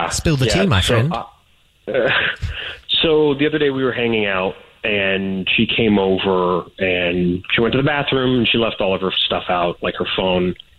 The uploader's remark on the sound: The guy on the phone